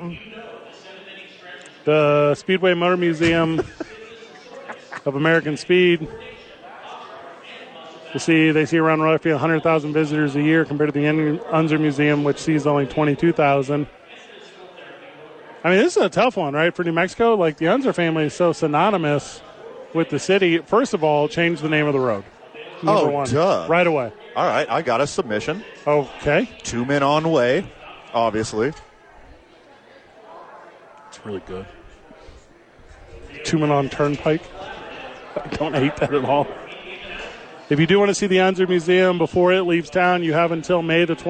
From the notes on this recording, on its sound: Live from the park and then immediately on the field for the first pitch!